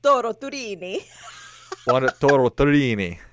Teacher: it's not an L. It's a rolled R.